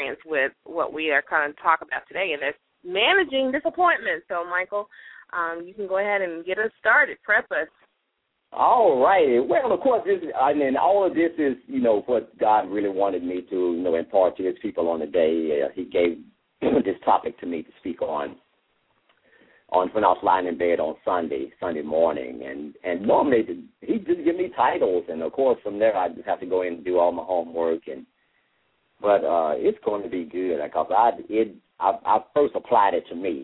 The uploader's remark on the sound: LML uses a progressive live call in format.